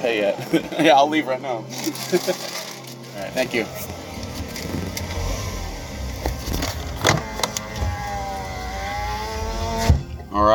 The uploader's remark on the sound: live from the Wendy's drive-through